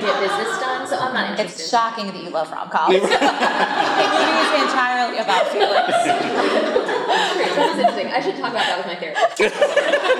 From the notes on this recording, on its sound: A recording of our live show from our summer Reader Retreat this past weekend! Studio D Podcast Production. Thomasville, Georgia.